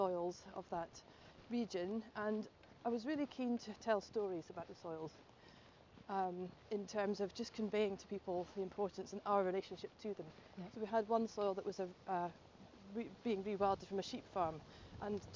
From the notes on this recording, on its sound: A walk is taking place from Dunbar to Glasgow in time for COP26. We joined the walk just after it left the Edinburgh Sculpture Workshop and went with them as far as Granton Castle Walled Garden.